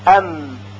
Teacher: صدای حرف میم از خیشوم به صورت غنه خارج می شه